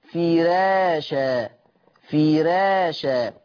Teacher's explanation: ولكن في روايه ورش اذا جاءت الراء مفتوحه وقبلها كسر اصلي مثل كلمه فراشه، حفص بيقول فراشه، راء مفخمه لانها مفتوحه، لكن ورش يرقق الراء طالما انها مسبوقه بكسر اصلي